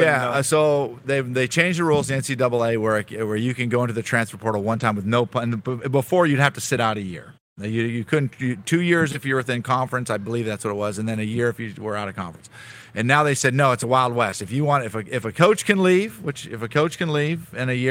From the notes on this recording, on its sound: LIVE from the Boca Raton Bowl in Florida!